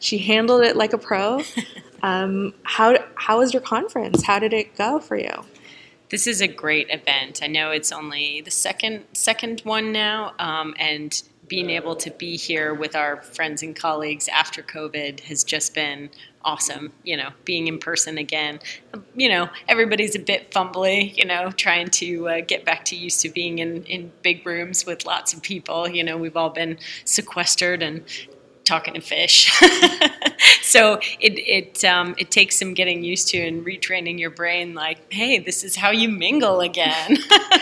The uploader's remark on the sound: This episode was recorded during RASTECH 2022 Conference and Trade Fair at Hilton Head Island, SC.